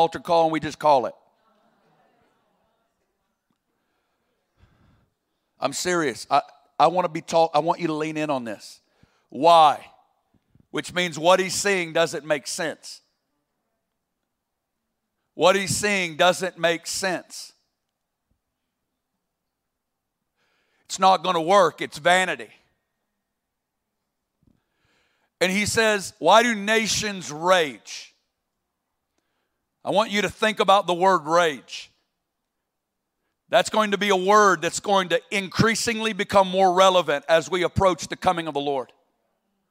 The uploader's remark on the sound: 2021 Burning Ones Convocation - Milwaukee. On opening night of our Convocation in Milwaukee.